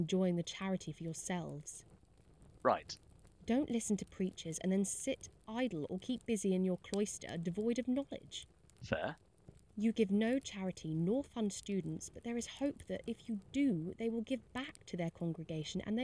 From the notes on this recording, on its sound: The Lost Tapes of History was recorded remotely in late 2021. As such, the actors used what equipment they had available and were limited by their location. This has resulted in variable audio quality.